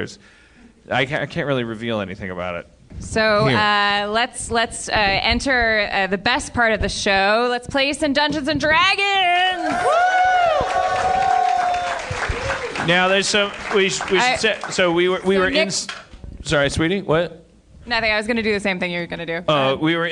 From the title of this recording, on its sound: LIVE in Houston, TX